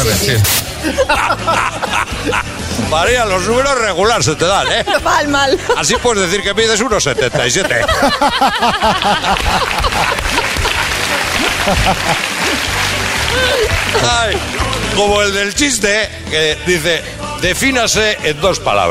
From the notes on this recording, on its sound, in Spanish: Las Mañanas KISS desde VALENCIA. Los oyentes que se han acercado a disfrutar del programa en directo con nosotros.